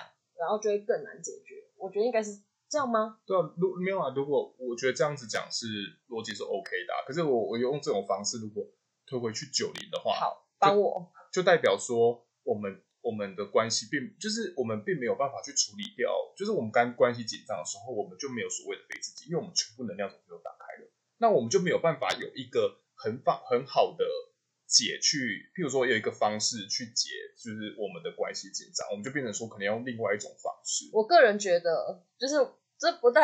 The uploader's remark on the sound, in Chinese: 本集因錄製時忘記轉換麥克風，音質不太好，敬請見諒～（這集已經重錄兩次啦）。